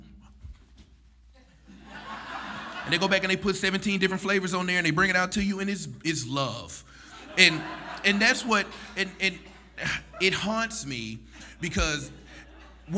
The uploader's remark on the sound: For our November 2016 live storytelling event, "Haunted"